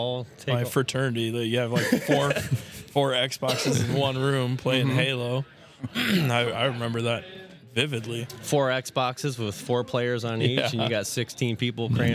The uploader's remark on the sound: Recorded live at the Norfolk LAN Party over the weekend. We were able to interview most of the Admin team and some of the gamers.